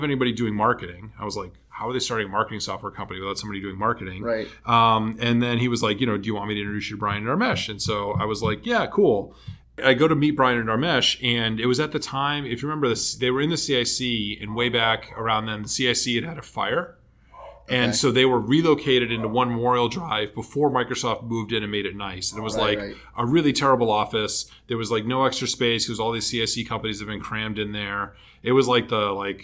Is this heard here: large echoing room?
no